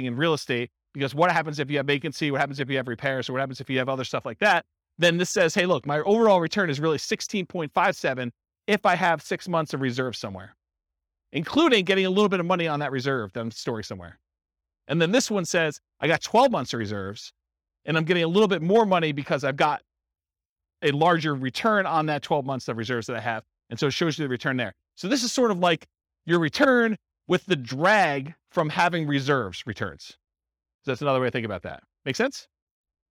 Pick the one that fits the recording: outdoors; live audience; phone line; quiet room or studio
live audience